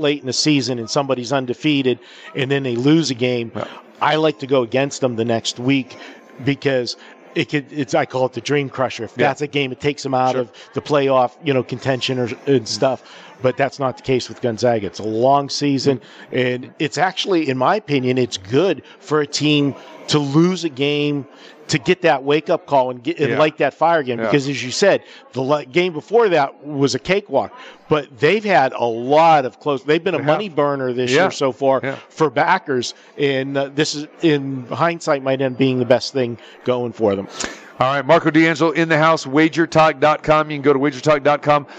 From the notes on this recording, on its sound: Live From the Superbook at the Westgate Las Vegas